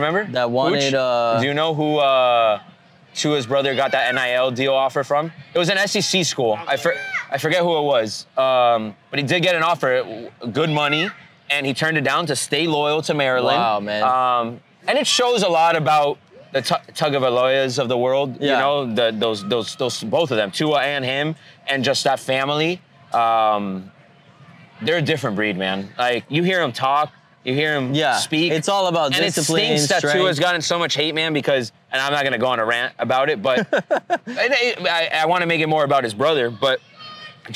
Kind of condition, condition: setting, busy venue